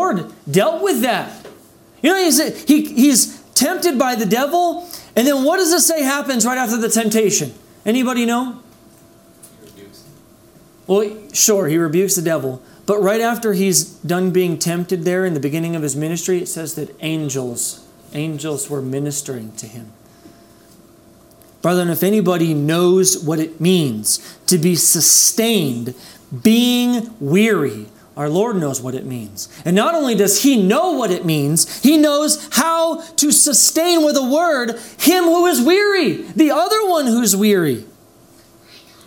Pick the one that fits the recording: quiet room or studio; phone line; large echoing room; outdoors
large echoing room